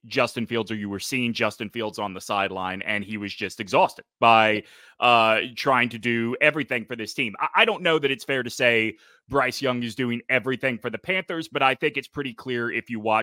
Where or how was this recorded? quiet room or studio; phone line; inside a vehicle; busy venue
quiet room or studio